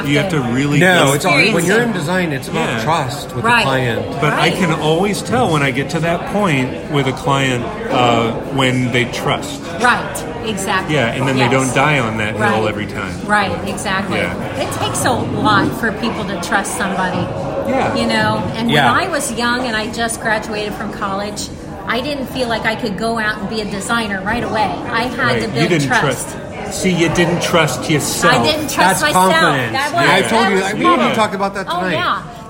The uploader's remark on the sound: LIVE from the Columbus Museum of Art. Columbus Museum Of Art Live.